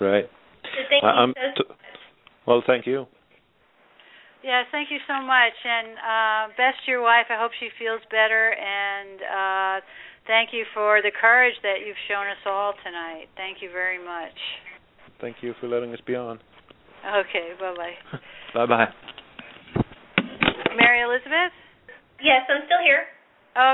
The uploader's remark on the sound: This show is an opportunity for listeners to call